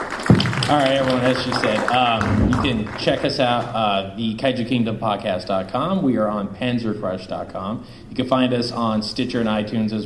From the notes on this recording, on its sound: Tapes before a live studio audience.. By studio I mean convention crowd. Stan Lee’s Comikaze in Los Angeles California.